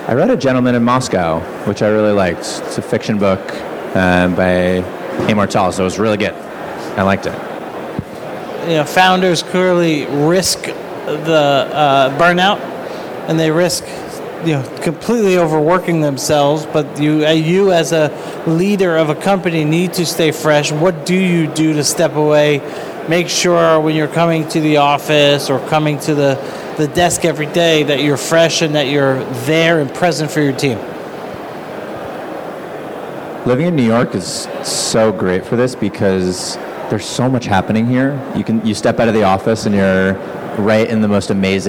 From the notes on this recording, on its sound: Please note this episode was recorded live at Fintech Nexus USA 2023.